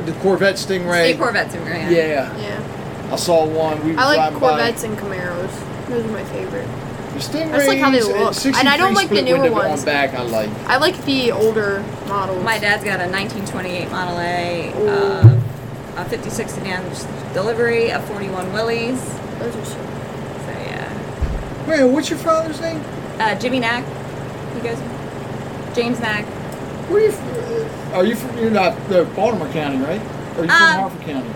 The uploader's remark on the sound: spoke with different Artists at the first Joppatowne Arts Festival - Part 2